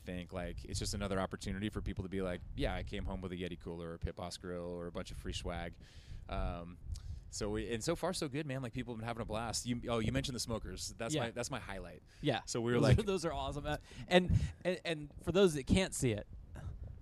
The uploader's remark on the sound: Live from the CrossFit Games. We are LIVE in Madison, WI at the 2023 NoBull CrossFit Games and sit down in the Mayhem Lounge.